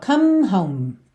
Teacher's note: Você termina a palavra com os lábios se encontrando · Term: letra M